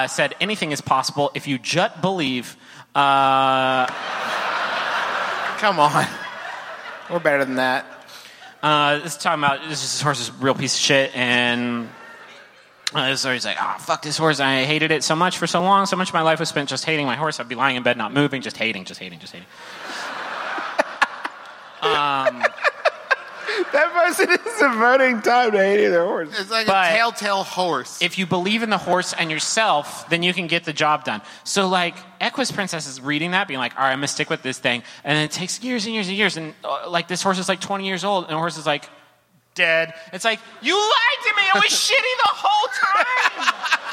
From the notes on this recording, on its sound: Here's a live performance from The Lincoln Theatre, in beautiful, humid Washington D.C.! A perplexing audience question.